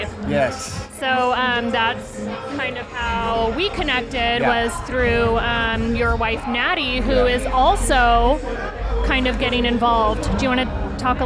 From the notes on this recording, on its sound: Joins the show which was recorded at the Virgin Hotel/Elia Beach Club event in Las Vegas.